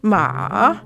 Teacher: the third tone in Mandarin, ma, is sort of like a J-type pattern